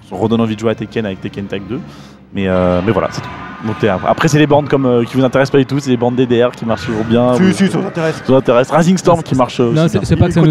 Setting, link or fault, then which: setting, busy venue